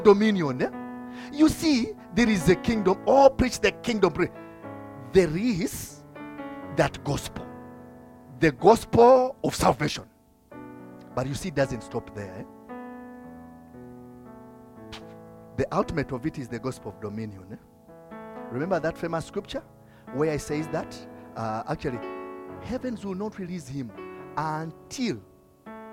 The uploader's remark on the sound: from the Limitless Worship Fellowship recorded on 5th August 2022